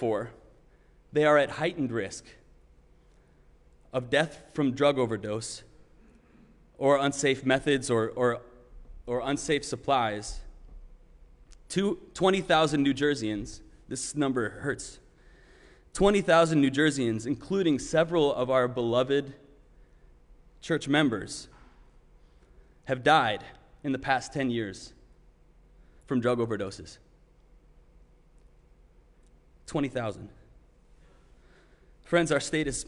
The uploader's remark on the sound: Sermon preached at RCHP on June 20, 2021.